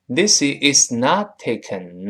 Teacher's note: not 后面那个 t 又失去爆破了